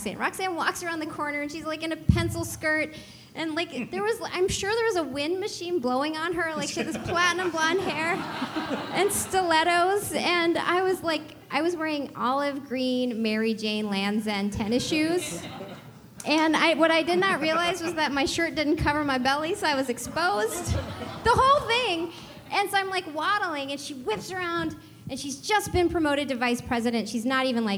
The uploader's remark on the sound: This live podcast recording of 'The Schmidt List' at Fulton Taproom